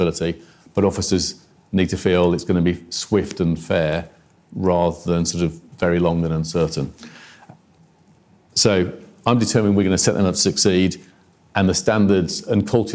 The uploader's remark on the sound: Institute for Government. A Q&A with the in-person and online audience.